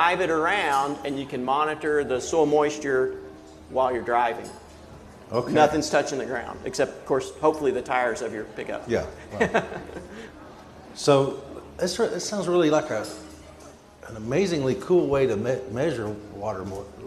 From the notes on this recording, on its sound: This podcast was recorded at Research on Tap. Research on Tap is held on the third Monday at every month at Stillwater's Iron Monk Brewery. The public is invited to hear presentations from leading researchers at Oklahoma State University.